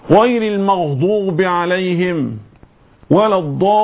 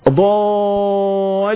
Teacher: الضاد المفخمة وأيضا اللام المشددة، أقول ضالين هكذا، النون ساكنة هي الضالين، أقف الضالين، النون ساكنة وليست نون متحركة أو ما إلى ذلك.